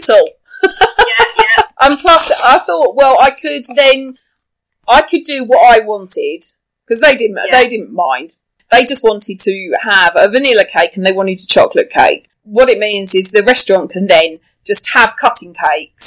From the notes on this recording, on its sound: Please excuse the sound quality. We are in quarantine to prevent the spread of COVID-19 and had to record over Zoom without our microphones.